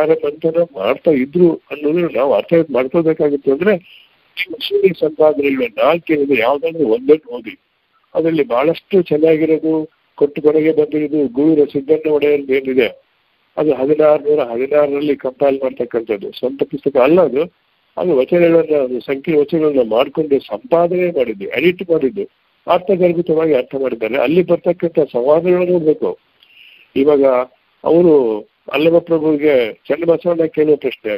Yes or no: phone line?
yes